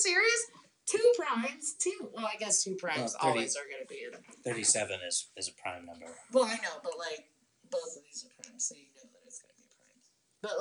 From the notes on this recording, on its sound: Sound is probably bad...this isn't a class operation. Recorded with my Note 3.